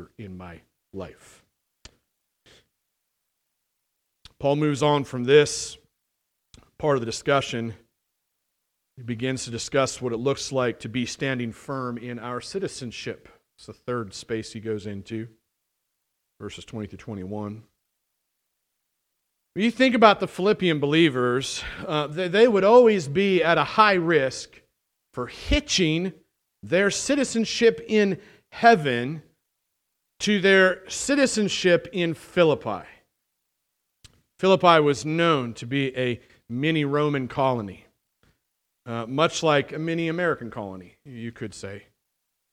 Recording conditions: large echoing room